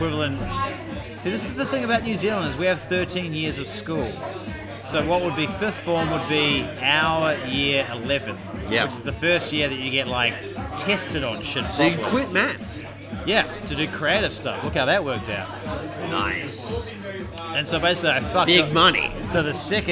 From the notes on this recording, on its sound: Coming to you live from the Bridge Road cardboard pop-up bar in Brunswick